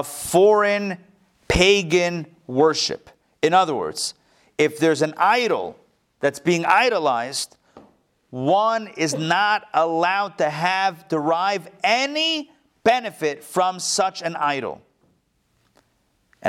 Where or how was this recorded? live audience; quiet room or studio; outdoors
live audience